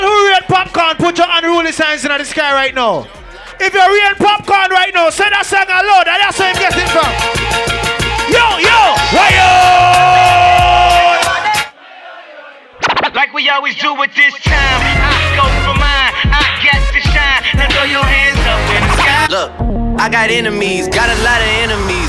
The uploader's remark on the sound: Live Audio Of The Meet And Greet